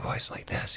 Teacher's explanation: a breathy sound, almost like a voice like this, kind of a whispery sound to their voice